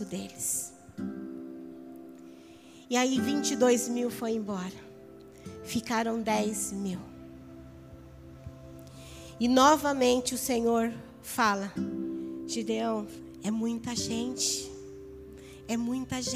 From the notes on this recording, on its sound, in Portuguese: Áudio do Culto de Domingo do dia 14/08/2022.